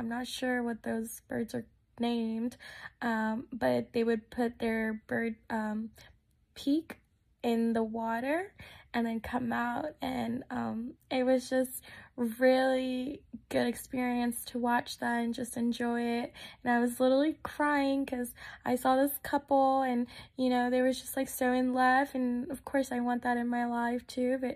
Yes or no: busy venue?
no